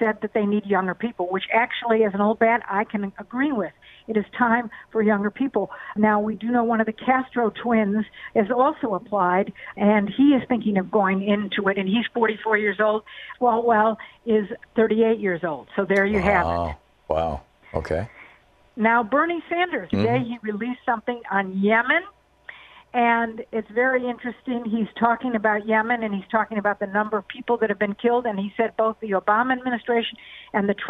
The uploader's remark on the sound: Listeners call